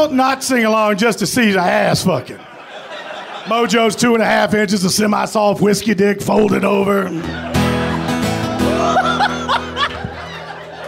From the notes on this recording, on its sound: Ring in the New Year with a Live WTF.